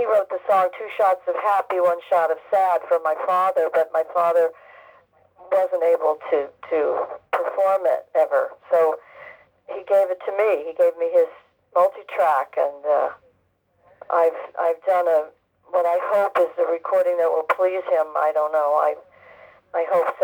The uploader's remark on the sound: This clip comes from a phone interview.